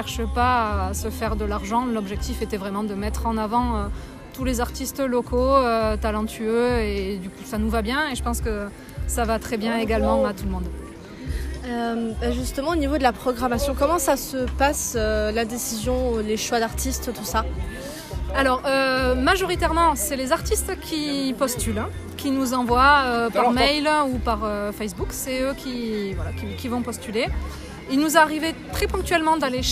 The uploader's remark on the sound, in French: REPORTAGE : En immersion dans les coulisses du festival Cap à Cases.